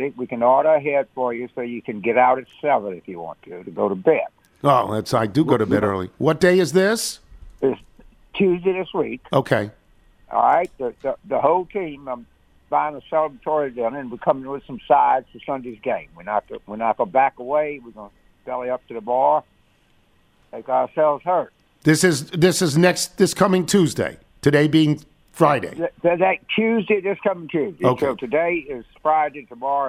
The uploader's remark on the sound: Phones. Calls.